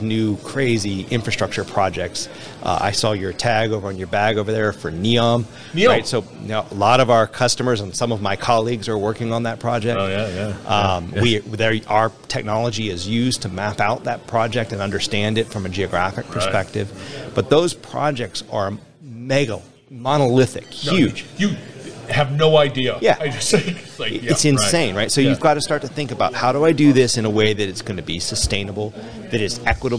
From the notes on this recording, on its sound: Industrial Talk is onsite at the OMG Quarterly Standards Meeting. Industrial Talk is onsite at the OMG Quarterly Standards Meeting.